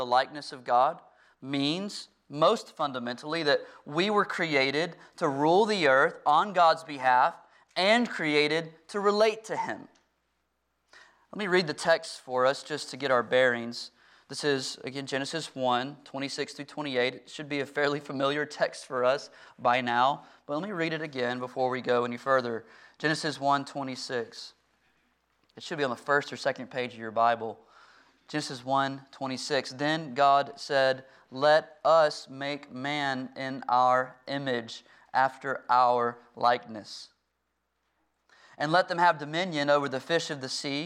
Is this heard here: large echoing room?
yes